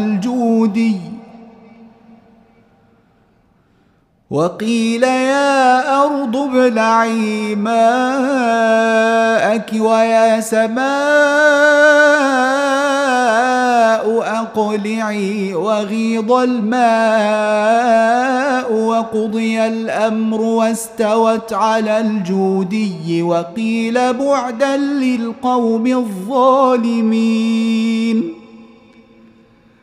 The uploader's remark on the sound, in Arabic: مسجل من صلاة التراويح بمسجد السلام بحي مشرفة.